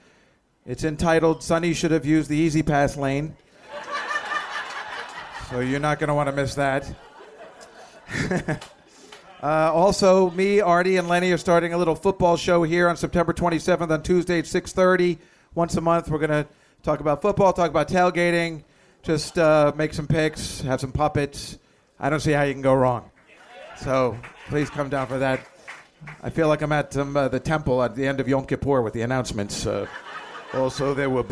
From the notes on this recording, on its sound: This is the full live recording of "The Year of the Godfather - Episode 3". Taped in front of a live audience at the Village Underground in the West Village.